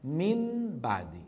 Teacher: ينطق نونا ساكنة لسانية وبعدها باء شفوية، فيحول النون إلى حرف يعني فيه صفتان في آن واحد.